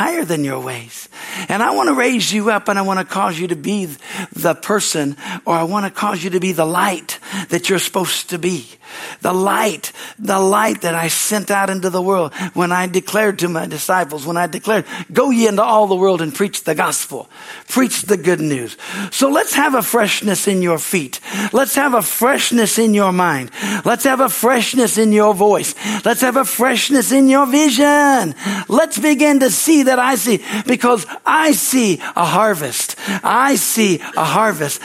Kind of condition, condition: setting, large echoing room